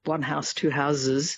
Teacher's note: turning, you know, an S into a Z in something like house